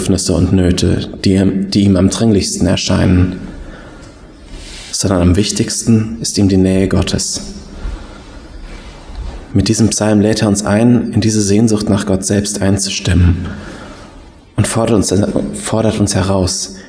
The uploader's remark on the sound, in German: Predigt aus dem Gottesdienst